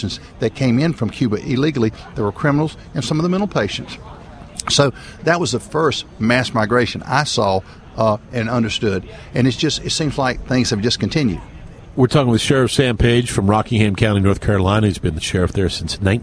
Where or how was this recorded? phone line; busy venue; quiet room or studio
busy venue